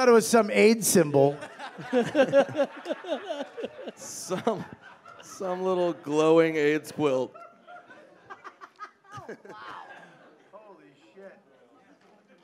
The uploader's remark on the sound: Live at JFL